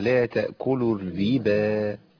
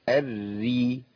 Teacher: الراء المشددة بكسر الرائين الاثنين مرققين